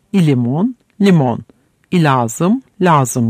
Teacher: L ile başlayan yabancı kelimelerin bazen halk dilinde başına vokal getirilir.